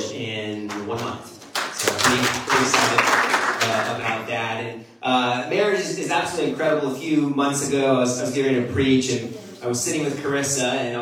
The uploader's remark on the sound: Our apologies that the audio isn't a clear as usual.